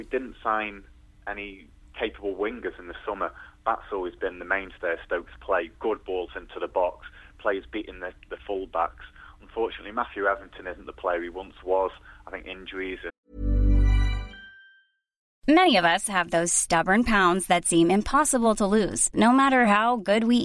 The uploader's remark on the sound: Joined in the studio. Joining us on the phone.